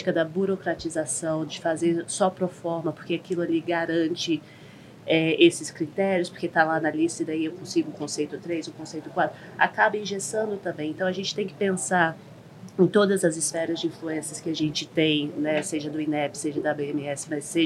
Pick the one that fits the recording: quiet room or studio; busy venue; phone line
busy venue